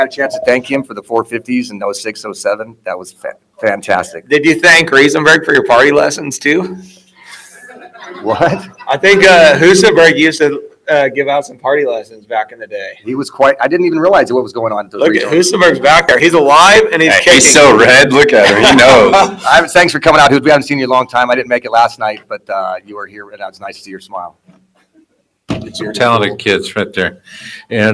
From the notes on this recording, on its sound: Tonight's show comes to from interviews done at the Justin Brayton Shootout. At the shootout at pole position raceway Grimes, Iowa.